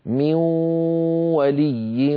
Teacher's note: لابد من صوتين واو من الفم غنة من الخيشوم معا، يبدأان معا وينتهيان معا، هذا من حيث الأزمنة ليس أحدهما أقوى من الآخر، هذا من حيث المقادير.